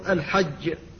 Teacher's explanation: فيحافظ على الشدة وعلى الانفتاح وعلى الجهر · Term: الجيم